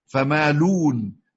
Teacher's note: حذف الهمزة وضم ما قبلها